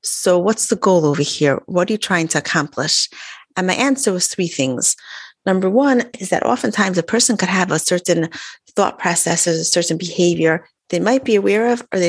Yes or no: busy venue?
no